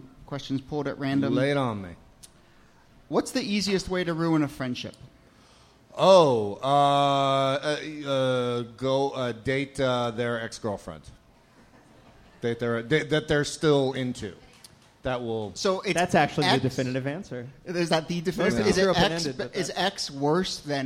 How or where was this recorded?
busy venue